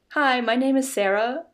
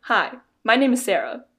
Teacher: And you notice how like my tone goes up at the end. · Shown in: first take